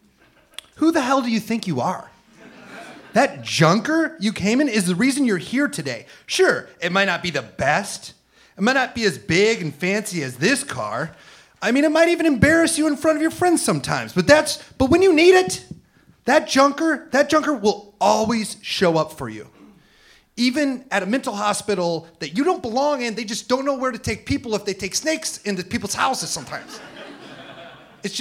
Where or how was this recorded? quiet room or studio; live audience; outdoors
live audience